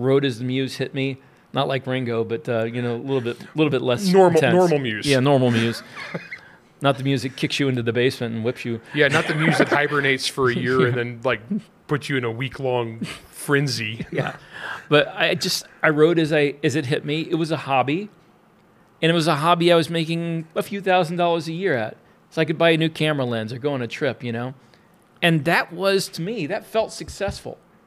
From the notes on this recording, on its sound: attended the 20Books Vegas 2023 conference where they took the opportunity to do a live interview